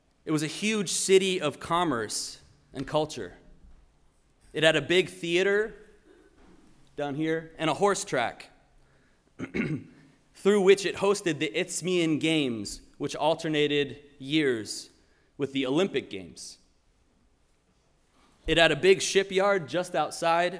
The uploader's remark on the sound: Sermon preached at RCHP